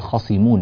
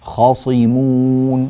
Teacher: نفخم الخاء ونفخم الصاد ولا نضعف تفخيم الصاد · Shown in: second take · لا نقول خاصمون مثلا فتكون الصاد قريبة من السين، لا، هذا غير صحيح.